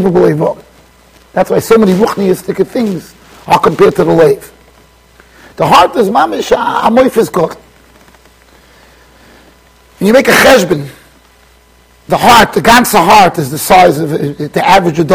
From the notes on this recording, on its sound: Shiur recorded in Yeshivas Ohr Reuven, Monsey NY.